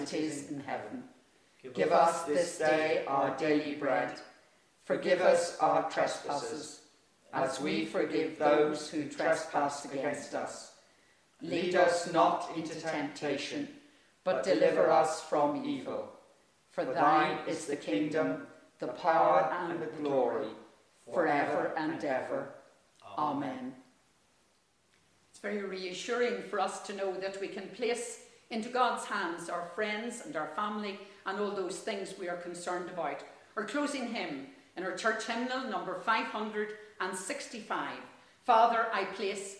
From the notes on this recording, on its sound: Our online service this week is the Diocesan Mothers' Union Festival Service from Kildallon Church.